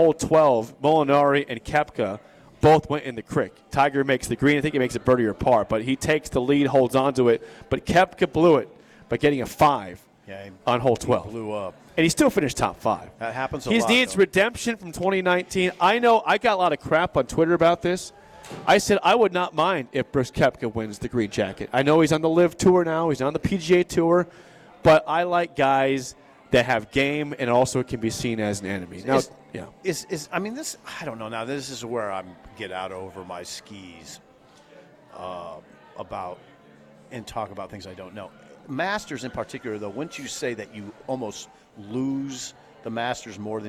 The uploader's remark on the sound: live from Double Eagle Golf!